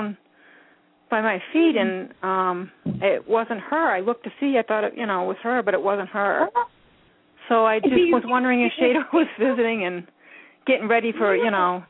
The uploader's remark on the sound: open up the lines for listeners to call